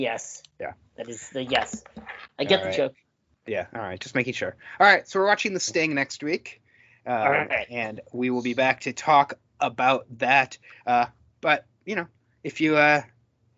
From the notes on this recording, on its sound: Sorry, the audio is kinda spotty this episode.